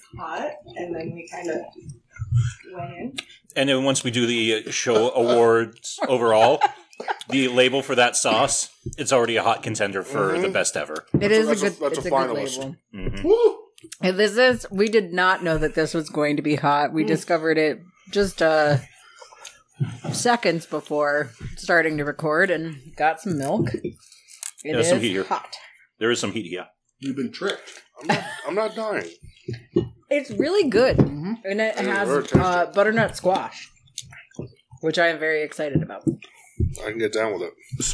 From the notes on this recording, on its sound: (Heads up, minor audio issues.)